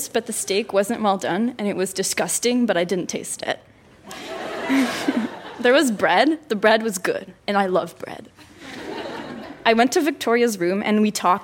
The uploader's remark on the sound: Recorded live at The Gladstone Theatre in Ottawa.